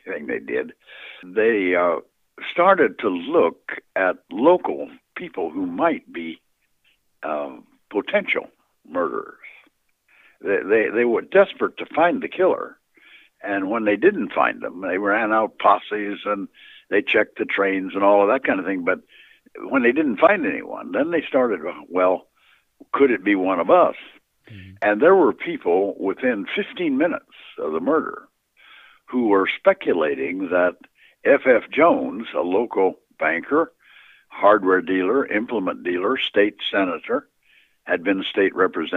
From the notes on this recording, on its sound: Misfit Apparitions continues its series on the Villisca Ax Murder House with the first of a three-part phone interview with Dr.